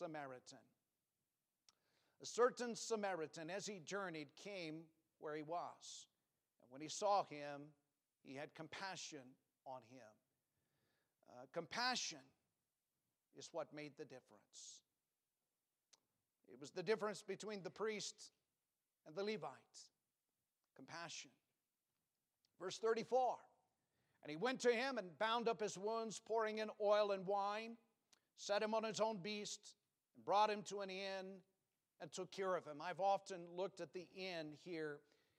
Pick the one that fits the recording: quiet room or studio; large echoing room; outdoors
large echoing room